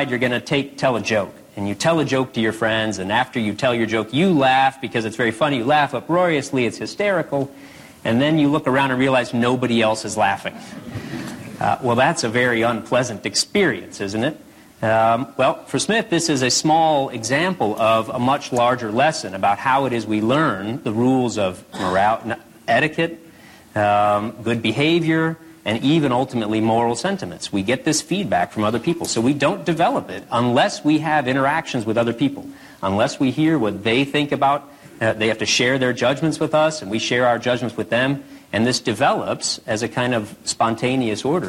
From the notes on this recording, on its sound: In front of a live audience at Ball State University.